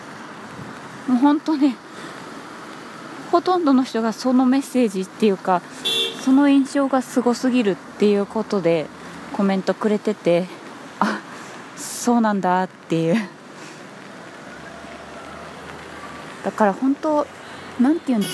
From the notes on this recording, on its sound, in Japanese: 初めて外を歩きながら収録してみたら。店に着いたのでとりあえず一旦配信。雨 #外で収録。